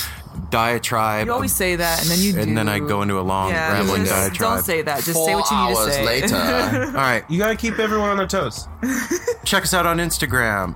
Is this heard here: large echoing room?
no